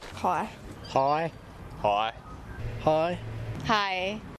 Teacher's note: you're going to have it moving more towards like the oi in choice, more like an I sound